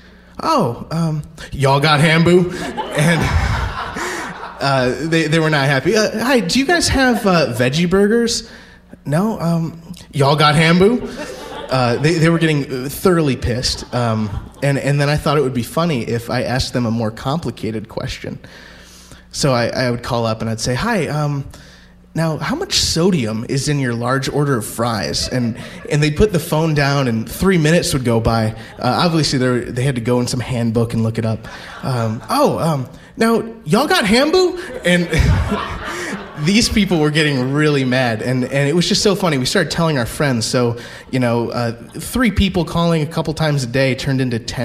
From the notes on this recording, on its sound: Live From Albany! Share stories at our live show at the Linda Theater in Albany.